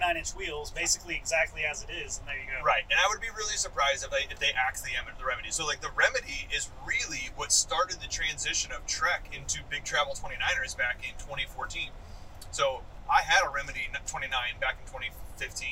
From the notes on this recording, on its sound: This is a random podcast we recorded on the drive to Shepherd Mtn.